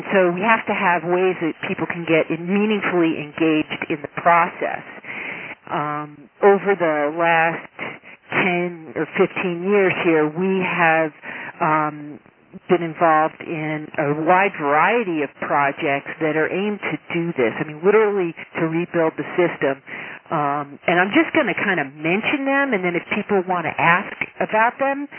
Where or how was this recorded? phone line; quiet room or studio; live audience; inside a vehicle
phone line